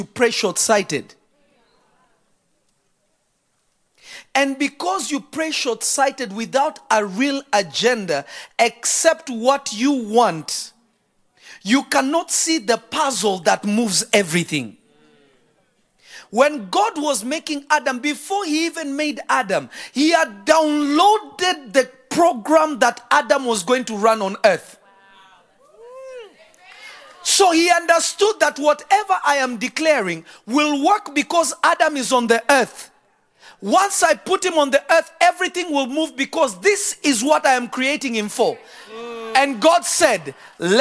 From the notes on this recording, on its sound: From Revelation Church in Simi Valley, CA. This message was recorded live.